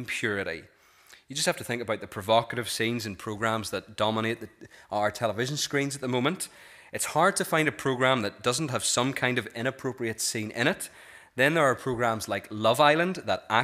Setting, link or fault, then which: setting, large echoing room